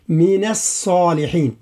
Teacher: حذاري من تفخيم النون في من